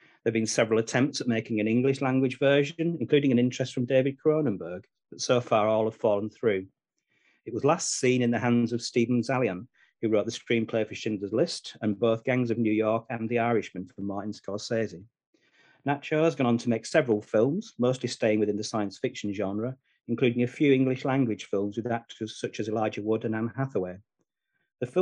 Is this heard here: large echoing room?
no